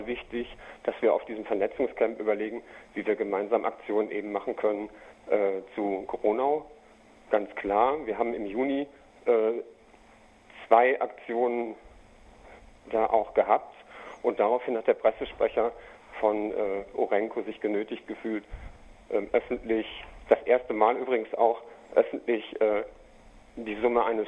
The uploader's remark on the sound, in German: Telefongespräch